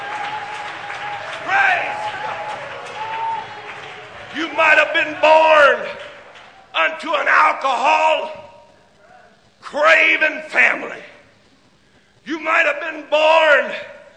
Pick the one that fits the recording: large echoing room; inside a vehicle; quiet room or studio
large echoing room